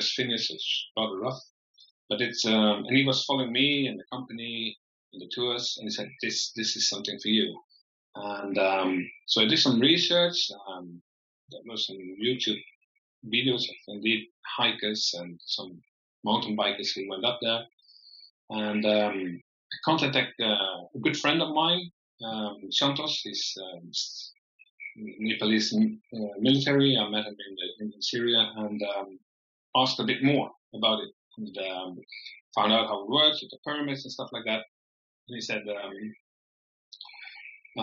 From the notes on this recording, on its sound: I sincerely apologise for the poor audio quality of this episode. We're not really sure what happened.